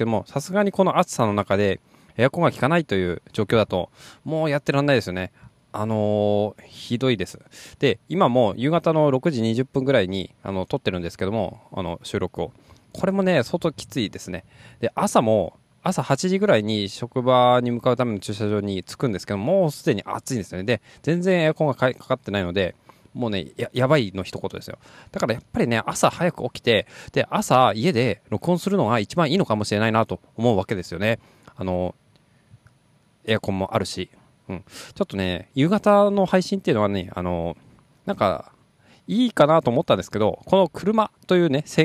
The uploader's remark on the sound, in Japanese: 車のエアコンが効かなくなってしまったので収録場所と時間を再検討